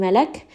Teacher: كاف here is going to have همس